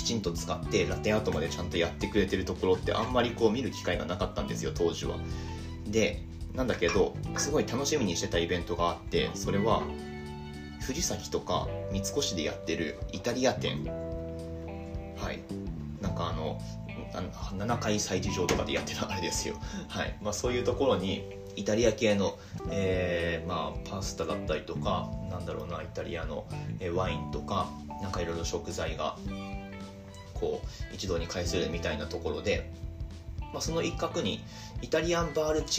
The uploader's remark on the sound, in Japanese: 雑音注意。